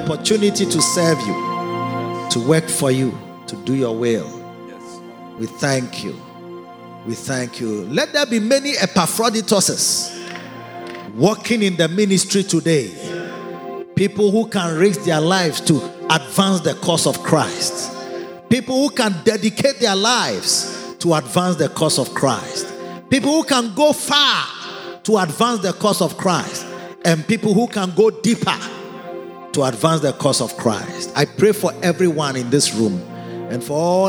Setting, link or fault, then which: setting, large echoing room